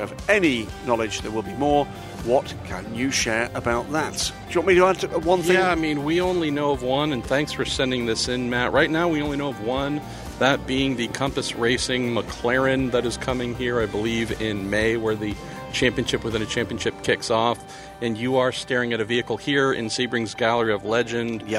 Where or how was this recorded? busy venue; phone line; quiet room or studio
busy venue